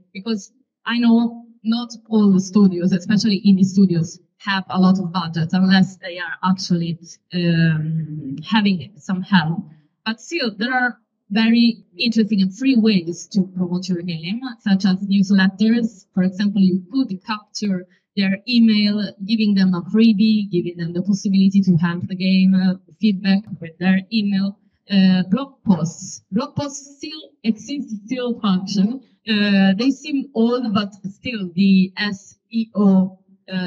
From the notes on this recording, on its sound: Apologies about the audio quality!